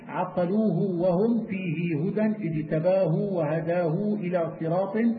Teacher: وقرأ ابن كثير بالصلة فيما إذا وقعت بين ساكن ومتحرك